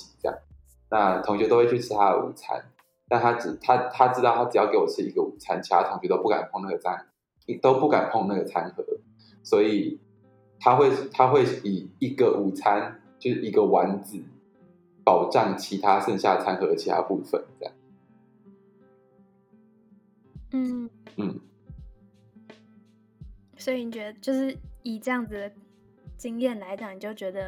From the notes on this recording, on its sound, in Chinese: 音質很差